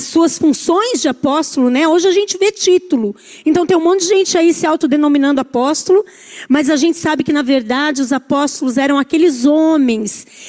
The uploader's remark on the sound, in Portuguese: Culto ao vivo